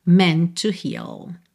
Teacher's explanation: Meant com to, você junta num T só. Sempre que tiver DD, TT, DT e TD, né?